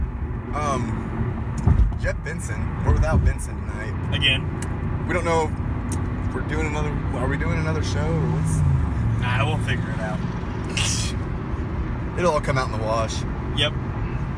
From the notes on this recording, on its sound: roll home from a shopping trip on the west side and record their conversation the entire time